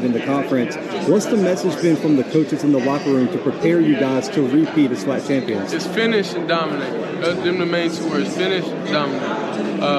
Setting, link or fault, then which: setting, busy venue